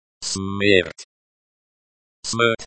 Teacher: The T is like the T in time, but with the tip of your tongue slightly closer to the roof of your mouth.